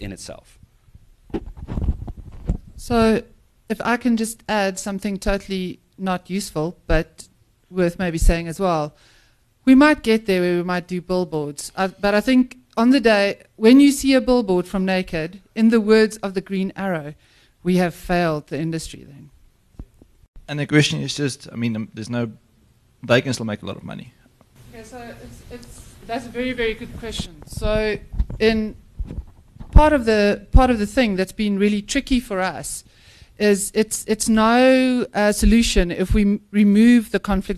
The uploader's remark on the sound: Live Presentation